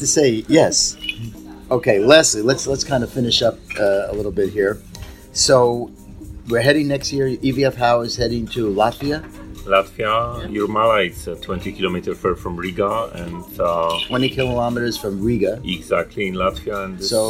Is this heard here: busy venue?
yes